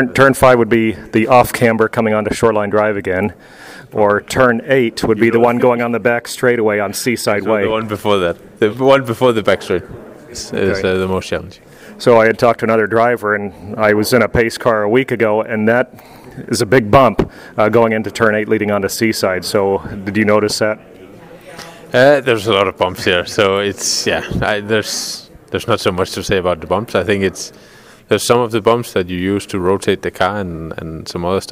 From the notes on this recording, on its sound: We caught up with him right after the IMSA qualifying press conference of the 2023 Acura Grand Prix of Long Beach